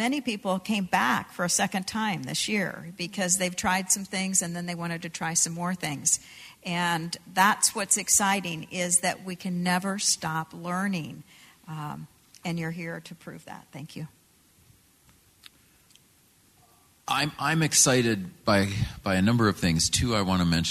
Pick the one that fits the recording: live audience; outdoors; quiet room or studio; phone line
live audience